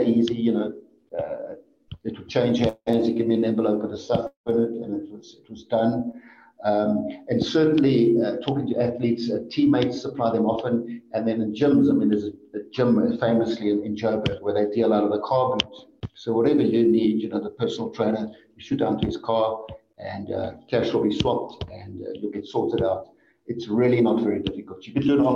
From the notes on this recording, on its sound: We had major connectivity problems over the recording and try as we might to correct it post-recording, we just couldn't.